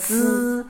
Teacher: 你的那个舌尖是在上牙和下牙的一个缝儿里 · Term: 平舌音